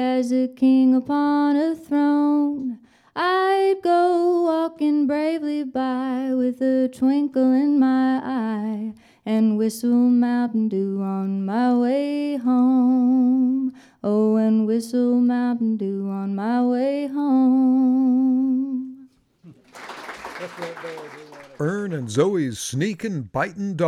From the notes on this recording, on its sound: ATBR Live Recording